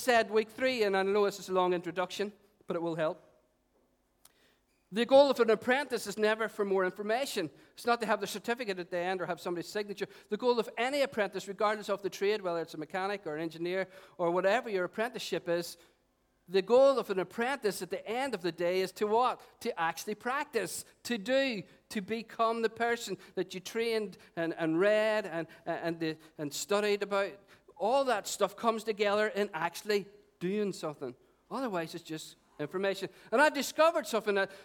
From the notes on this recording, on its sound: Recorded on 26th August 2018 at our 11am Celebration.